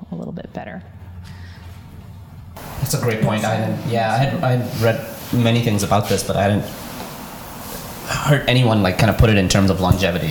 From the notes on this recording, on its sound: Our first ever LIVE recording of the Chill Track Friday podcast on Sunday, February 9 at Custom Performance. This is recording captured from six microphones at a live event.